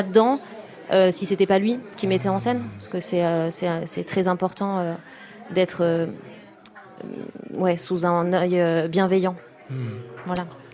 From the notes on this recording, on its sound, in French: c'est en direct et en public depuis le bar de l'Hôtel Bedford à Paris